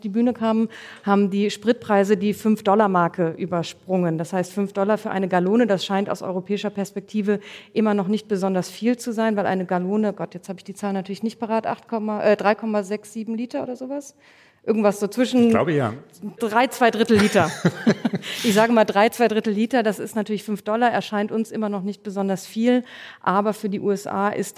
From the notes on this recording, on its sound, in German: Mitschnitt der Livefolge unseres transatlantischen Podcasts, aufgenommen beim großen Podcastfestival von ZEIT ONLINE. Juni in Berlin. Außerdem sprechen wir mit Hörerinnen und Hörern.